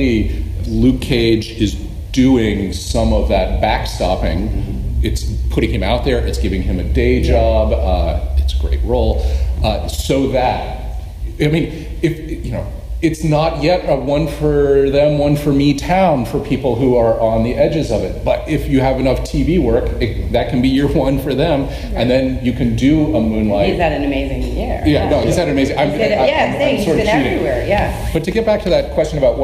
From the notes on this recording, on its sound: This week's podcast is the audio from the Film Now panel held in late 2016